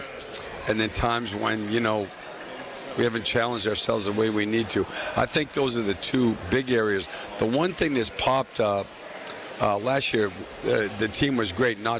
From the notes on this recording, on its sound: Live from Spectrum Center during today's cornucopia event.